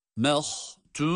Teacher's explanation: Ha kalın. Mim ince ha kalın.